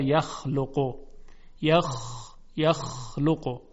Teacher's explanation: حتی در مورد حرف خا، این تارهای صوتی نیست که به ارتعاش در میاد، بلکه جداره حلق است که مرتعش میشه. ببینید مثلا در یخلقو، یخ یخلقو، این گلو هست که مرتعش میشه نه تار صوتی.